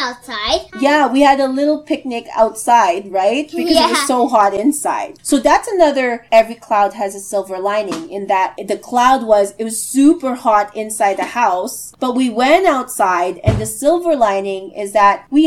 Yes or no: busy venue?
no